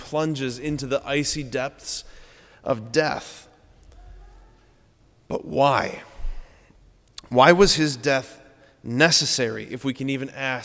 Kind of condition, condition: setting, large echoing room